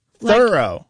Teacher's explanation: how their friend's name was pronounced Thoreau, with the accent on the first syllable